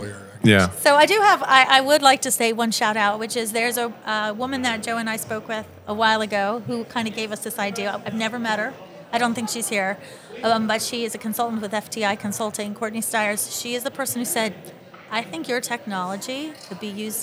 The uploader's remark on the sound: During a recent trade conference, we had the pleasure of recording an insightful conversation